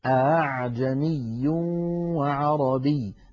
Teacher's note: كلمة أعجمي تتالى فيها همزة ثم همزة ثم عين، والعين أخت الهمزة لأنها قريبة منها في المخرج، فتوالى في هذه الكلمة شبه ثلاث همزات، لعل هذا هو · Term: تسهيل الهمزة